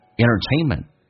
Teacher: Entertainment 这个单词 nt 组合，经常你会发现 t 有时候可以不用发音